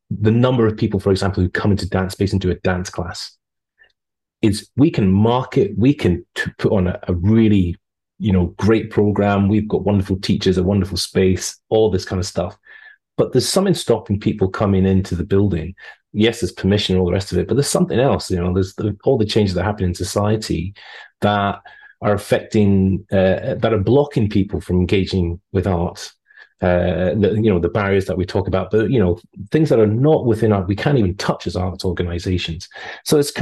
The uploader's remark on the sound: In this online conversation with voices from England, Scotland, Northern Ireland and Wales, hosted by an artist returning to live in England after two decades living in Germany.